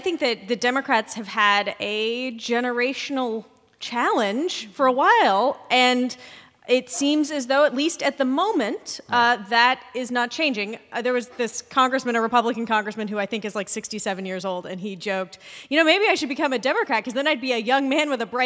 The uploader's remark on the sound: This episode was recorded in front of a live audience in Cambridge, Massachusetts in conjunction with the Harvard Institute of Politics' quadrennial campaign managers conference.